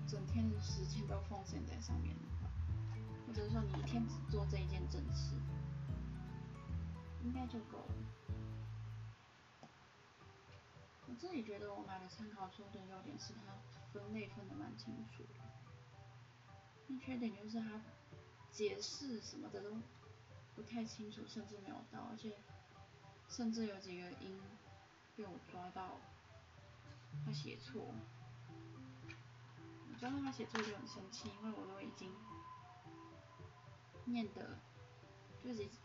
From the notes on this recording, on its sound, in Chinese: 音量注意。錄音品質已死 need麥克風。